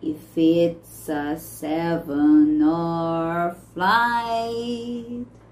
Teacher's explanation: a gente vai unir o if com it's